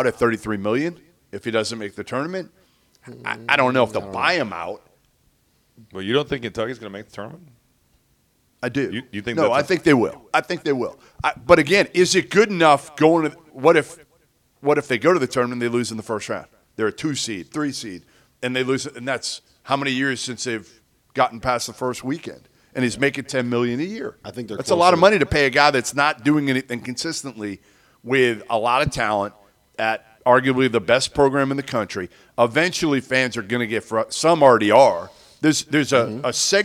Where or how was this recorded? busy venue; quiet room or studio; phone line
busy venue